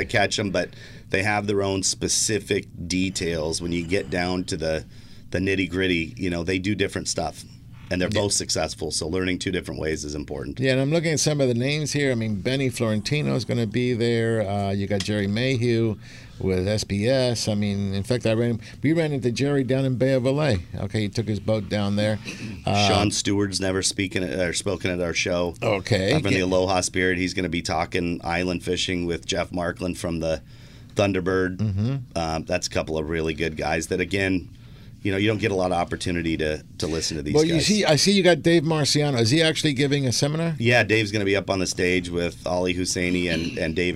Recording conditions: busy venue